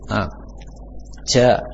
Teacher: Jim tidak boleh ada aliran nafas. Nah, karena tidak ada di sifat itu sifat al-hams.